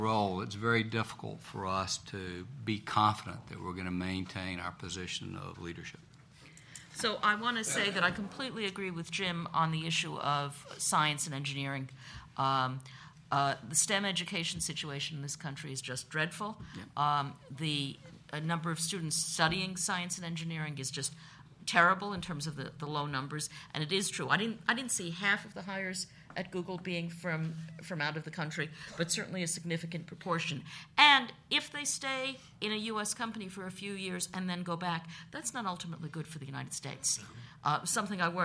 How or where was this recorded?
live audience